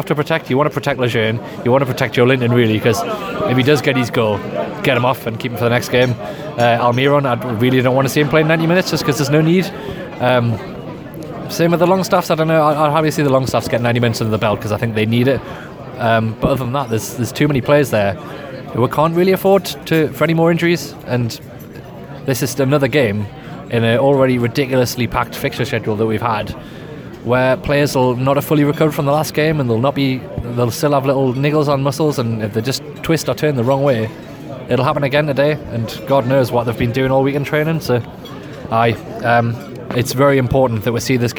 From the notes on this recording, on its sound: Were at the match and recorded a match-day podcast. Here it is for all to hear straight from SJP.